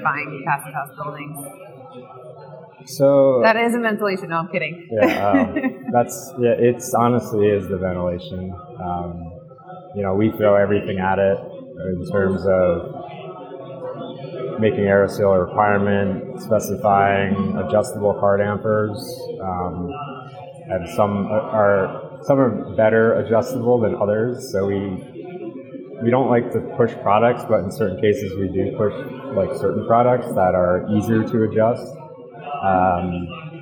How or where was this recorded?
busy venue